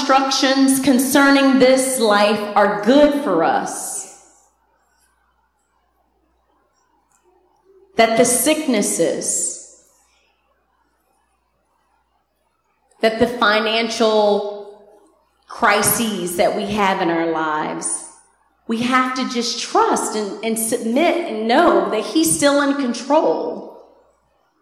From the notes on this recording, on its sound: Recorded on 2016-07-24 at the 11:30am Service.